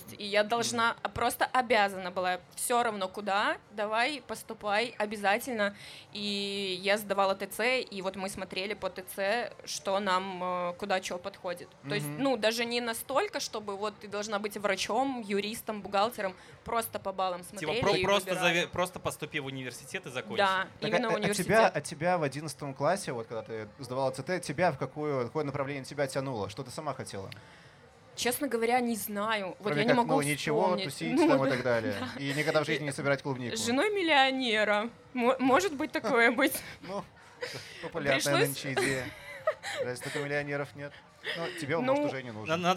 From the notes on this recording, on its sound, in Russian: бонусный выпуск подкаста, который мы записали на фестивале Vulitsa Ezha